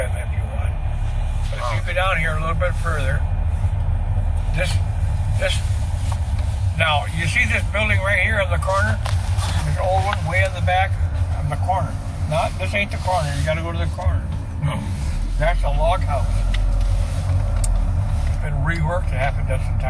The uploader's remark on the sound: Catawba Island Driving Tour